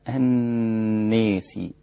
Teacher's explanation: وراعي ترقيق الغنة في النون، لا تقول أن، لا، الناس، وكذلك إذا كانت مفتوحة عند سائر القراء الناس.